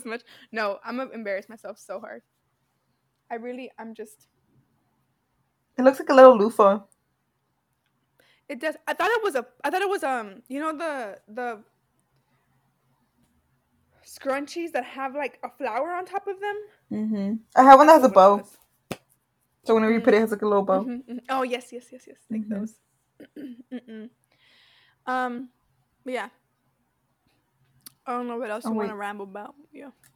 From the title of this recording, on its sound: Excuse the Mic